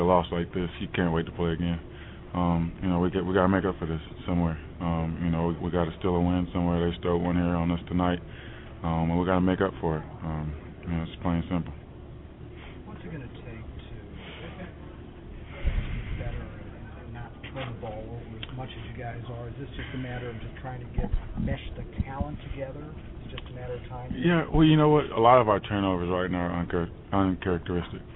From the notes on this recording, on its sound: We take you into the press conference and locker room with audio.